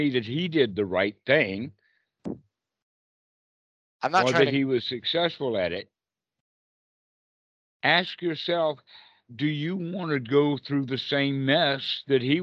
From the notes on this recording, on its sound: skype calls on this channel